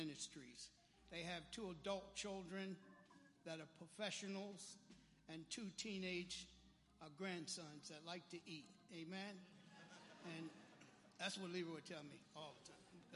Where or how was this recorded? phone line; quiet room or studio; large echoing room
large echoing room